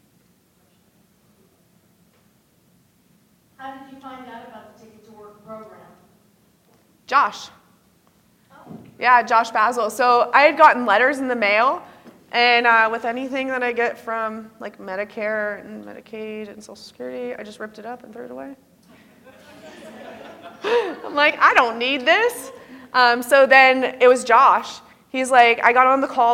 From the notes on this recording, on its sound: I gave a keynote at the 2023 NENA Conference